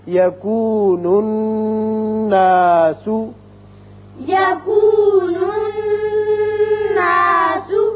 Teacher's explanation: نون مشدد ہے، غنہ کریں گے